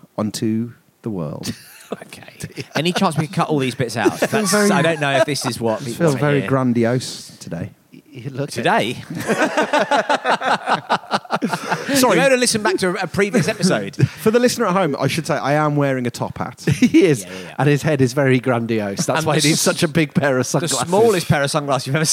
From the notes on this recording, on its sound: recorded live at The Phoenix pub